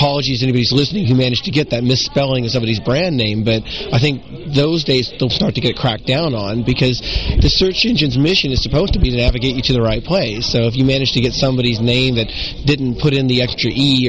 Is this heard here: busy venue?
yes